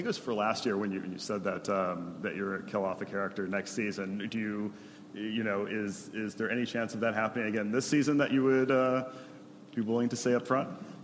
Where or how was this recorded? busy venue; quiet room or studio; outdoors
busy venue